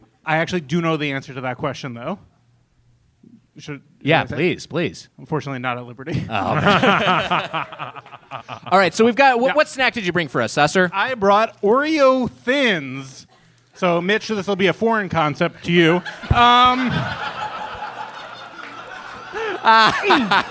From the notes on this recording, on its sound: Followed by a live audience feedbag. Recorded live at the Hollywood Improv in Los Angeles.